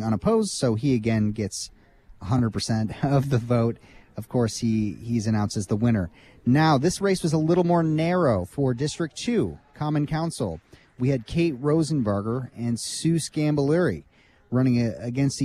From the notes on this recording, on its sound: From inside the Cascades Inn, where the Monroe County Democratic Party hosted its Primary Election Day watch party. WFHB News gave live updates on the mayor’s race from inside the Cascades Inn, where the Monroe County Democratic Party hosted its Primary Election Day watch party. You will hear the WFHB Newsroom provide updates on the race throughout the night.